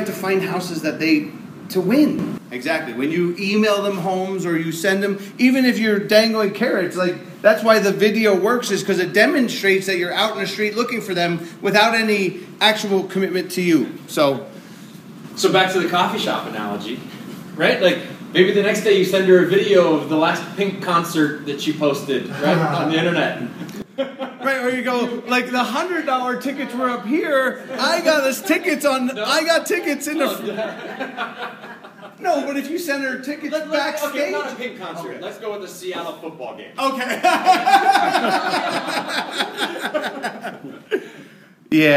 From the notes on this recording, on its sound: weekly Tuesday meeting held at Scottsdale Area Association of REALTORS®